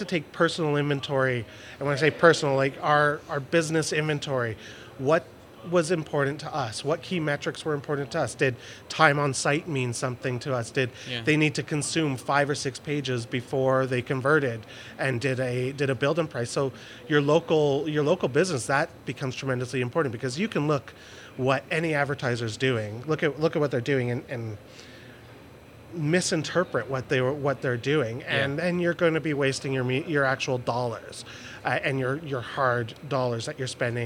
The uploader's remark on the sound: In this podcast recorded at Pubcon Las Vegas 2014